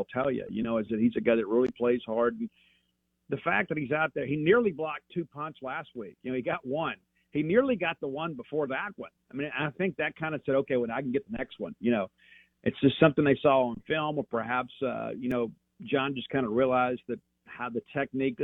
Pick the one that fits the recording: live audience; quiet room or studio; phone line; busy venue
phone line